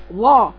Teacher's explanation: اقرأيها ظا والصوت كله فوق في سقف الحنك · Term: اطباق